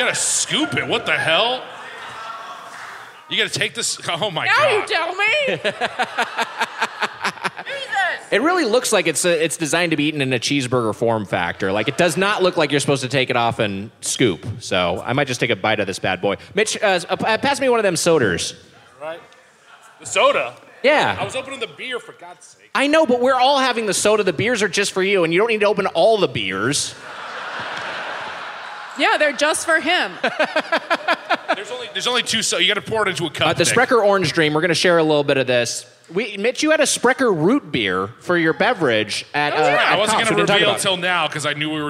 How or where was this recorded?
live audience